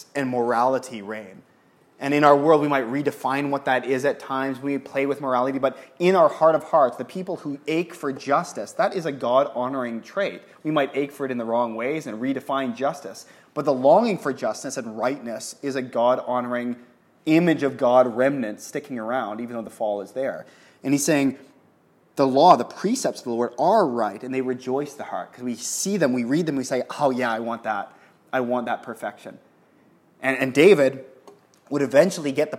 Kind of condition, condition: setting, live audience